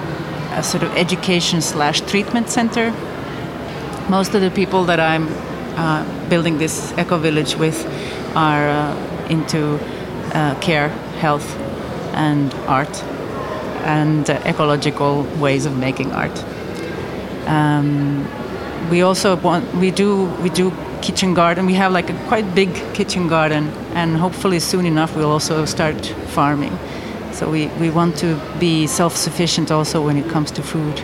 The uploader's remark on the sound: Live from São Paulo Biennial